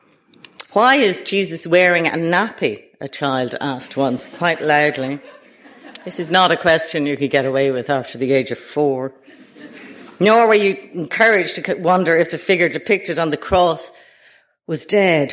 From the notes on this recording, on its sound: Delivered at the British Museum.